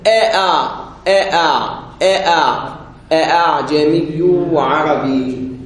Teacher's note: نحقق الأولى ونسهل الثانية، وتسهيلها نوديها أشبه بالألف · Term: الألف المسهلة